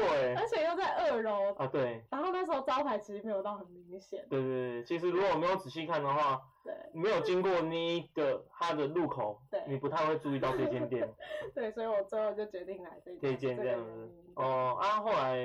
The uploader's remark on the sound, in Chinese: 跟第一集的收音差很多